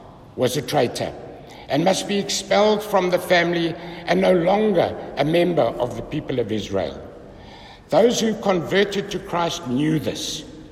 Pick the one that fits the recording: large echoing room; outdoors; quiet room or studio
large echoing room